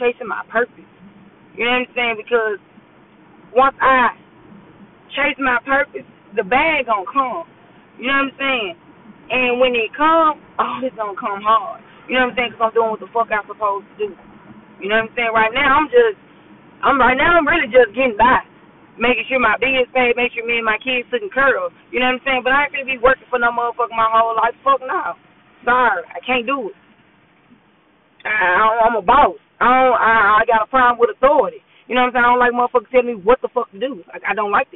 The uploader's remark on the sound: Excuse the yo and down sound I was driving to work